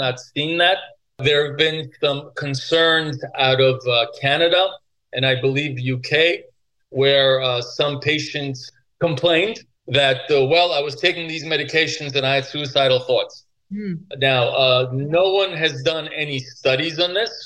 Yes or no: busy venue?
no